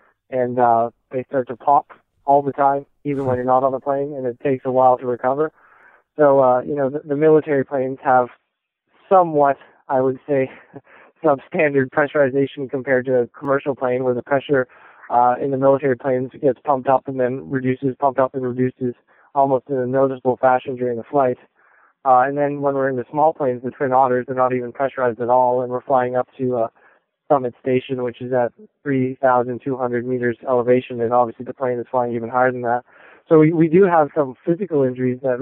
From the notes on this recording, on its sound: we got a hold of him by satellite phone as he was in Greenland on a 36 day research expedition led by NASA